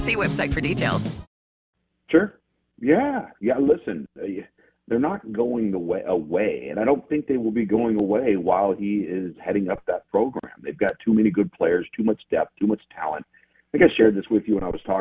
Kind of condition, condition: link, phone line